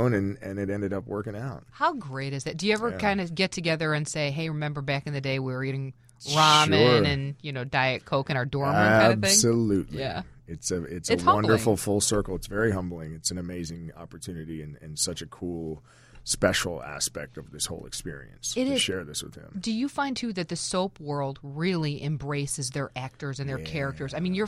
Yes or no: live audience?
no